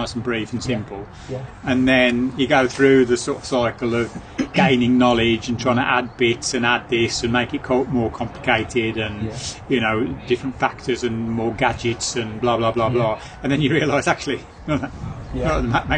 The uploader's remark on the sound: Last year we recorded our show live from the pub and it proved to be quite popular with the coaches and the listeners, so we’ve continued the trend this year. The White Lion.